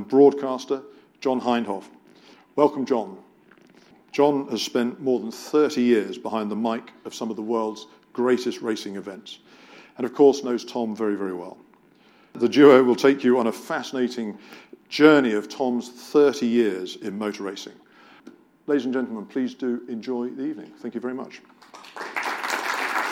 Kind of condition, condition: setting, live audience